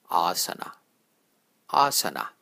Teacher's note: If you make the second A long, then you get asana, which is incorrect. If you make the first A long, then it is asana, which is correct. By the way, asana also has a third A, which is the last one.